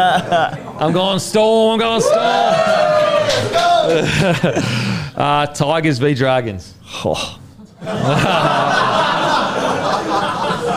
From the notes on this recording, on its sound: in front of our live crowd